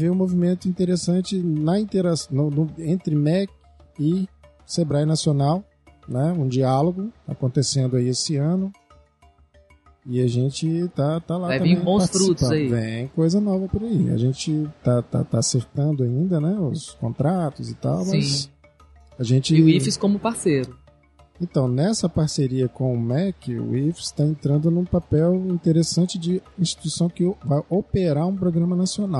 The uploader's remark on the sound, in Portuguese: Episódio gravado no evento "Sebrae - Circuito Startup Summit Espírito Santo".